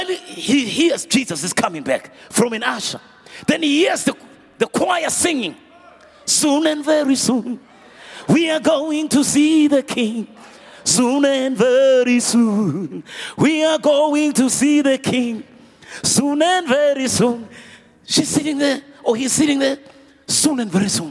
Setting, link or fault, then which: setting, live audience